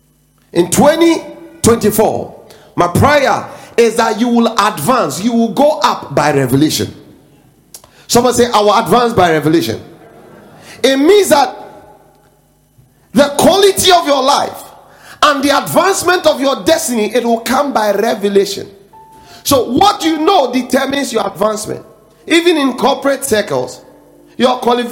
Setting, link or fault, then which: setting, large echoing room